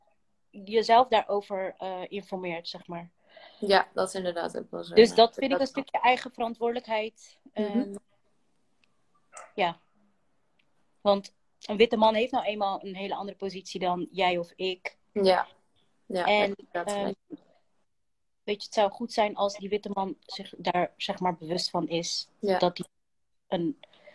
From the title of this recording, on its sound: Instagram Live